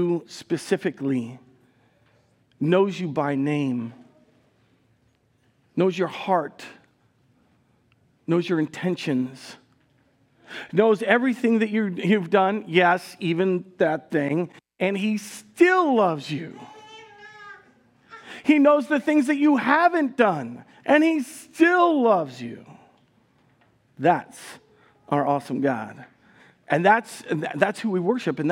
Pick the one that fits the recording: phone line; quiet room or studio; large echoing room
large echoing room